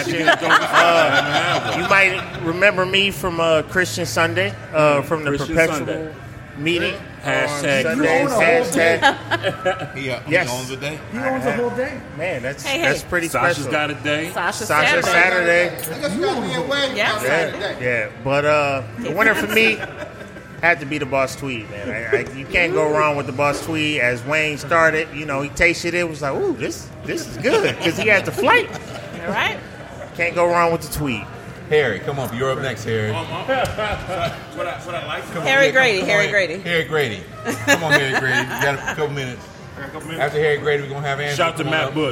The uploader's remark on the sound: Live at Old Nation